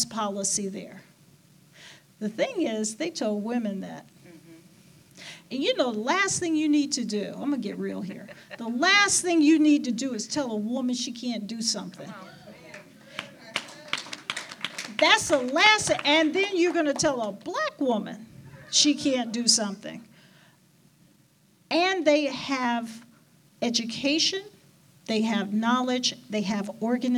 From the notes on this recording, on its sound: A live panel. This was recorded live at the Attucks Theatre as part of our Community Listening Party.